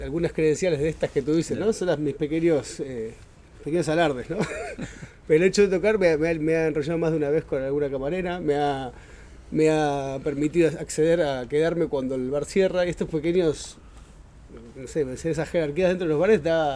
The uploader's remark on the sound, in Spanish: Recreando el ambiente de aquel mundo lejano bebieron y comieron, por supuesto guardando las distancias y al aire libre (disculpen el sonido).